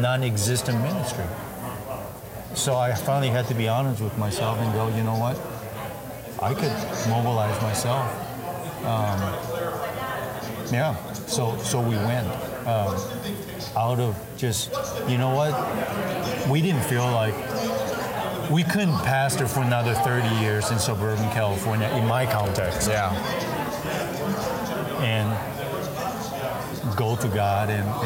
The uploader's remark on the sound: Recorded live at the 2021 Radius Missiology Conference.